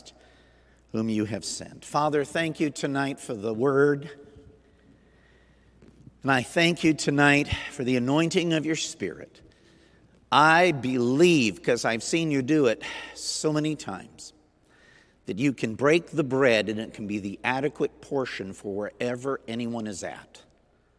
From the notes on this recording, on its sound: Recorded Sunday Night: June 26, 2021, at Southtowns Christian Center.